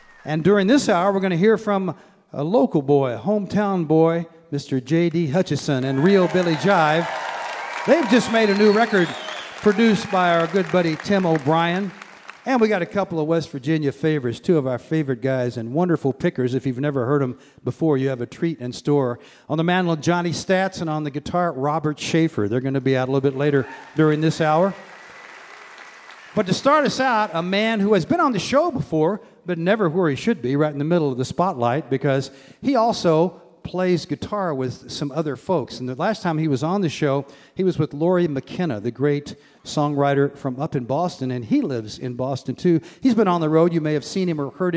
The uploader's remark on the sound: Perform on NPR Music & West Virginia Public Broadcasting's Mountain Stage. Recorded live on the campus of Ohio University in Athens, Ohio.